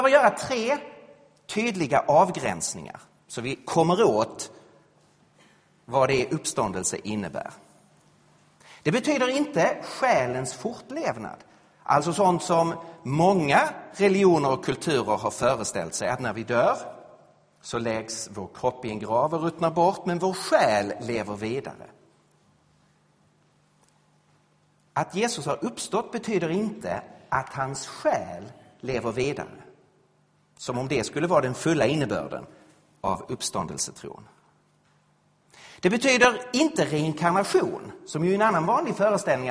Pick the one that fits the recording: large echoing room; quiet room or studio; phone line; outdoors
large echoing room